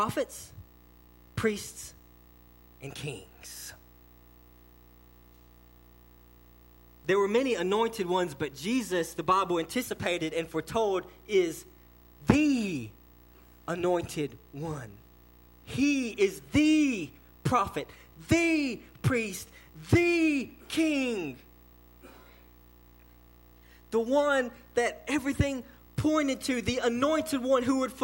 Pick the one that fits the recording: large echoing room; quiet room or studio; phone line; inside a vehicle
large echoing room